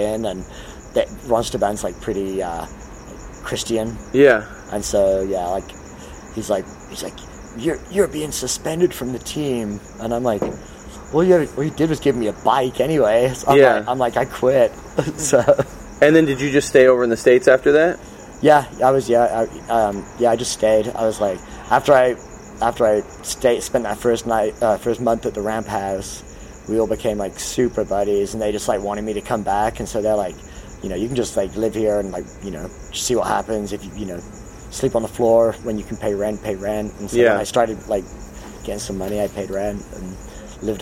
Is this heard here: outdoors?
yes